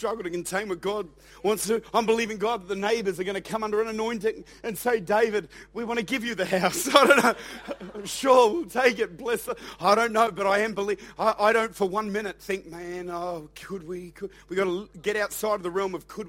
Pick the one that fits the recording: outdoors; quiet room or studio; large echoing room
large echoing room